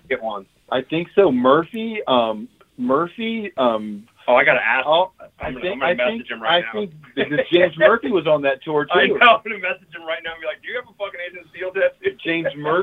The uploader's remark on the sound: call into the hole!